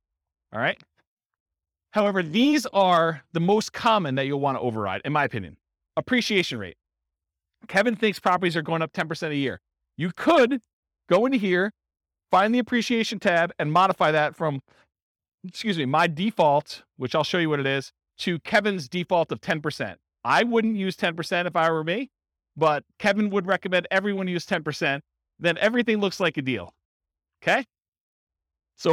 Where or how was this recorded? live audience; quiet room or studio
live audience